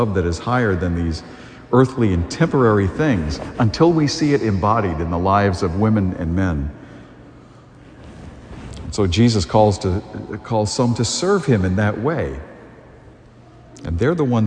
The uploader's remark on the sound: A homily delivered on September 4, 2022